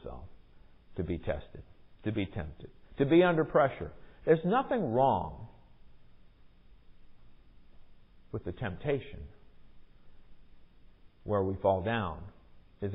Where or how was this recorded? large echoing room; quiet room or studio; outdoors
large echoing room